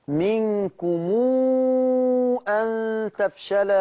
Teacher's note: ميم الجمع ميجي وراها همزة، يبقى فيها الصلة بمقدار الإشباع ست حركات